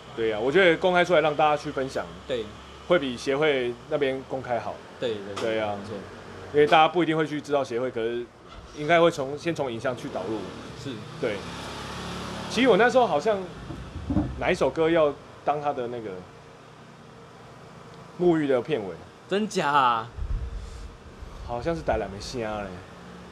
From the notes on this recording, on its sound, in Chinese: 使用麥克風 YIDA-MIC+-01 爵勢國際有限公司 YiDA。錄音地點：台南 牽咖啡 Chen Coffee。